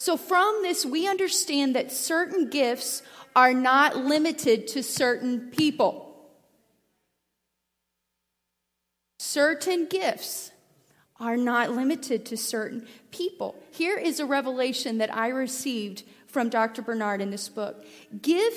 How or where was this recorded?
large echoing room